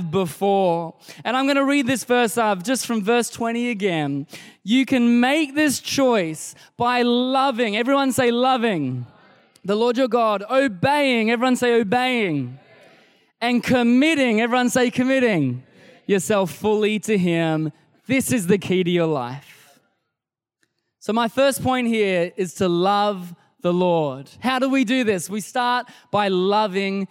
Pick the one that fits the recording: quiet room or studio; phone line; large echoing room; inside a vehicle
large echoing room